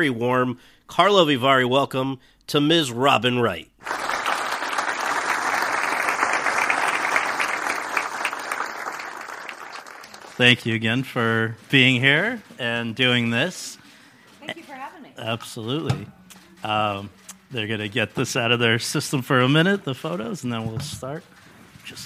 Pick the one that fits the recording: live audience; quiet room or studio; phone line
live audience